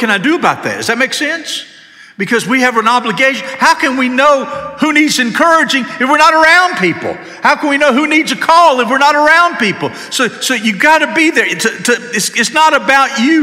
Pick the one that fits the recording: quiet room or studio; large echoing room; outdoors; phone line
large echoing room